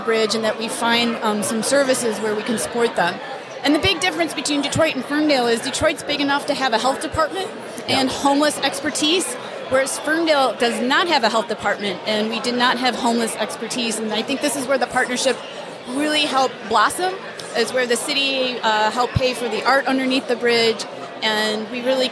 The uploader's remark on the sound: Today's episode includes two more interviews conducted at this year's Detroit Policy Conference.